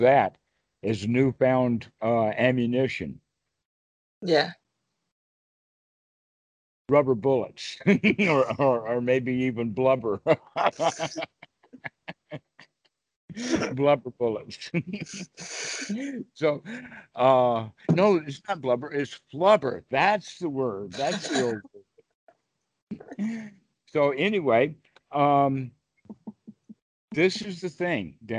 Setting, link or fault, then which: link, video call